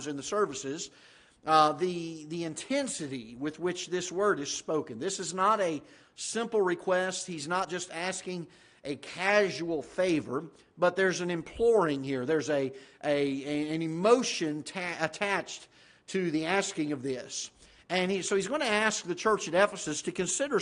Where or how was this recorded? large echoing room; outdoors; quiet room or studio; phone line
large echoing room